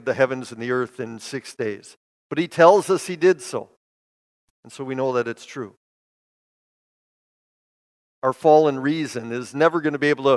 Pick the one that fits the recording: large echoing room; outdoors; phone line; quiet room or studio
large echoing room